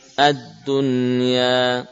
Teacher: cara membacanya dengan idhar ya, dengan tetap menampakkan nun sebagai huruf nun sukun ya · Term: idhar mutlak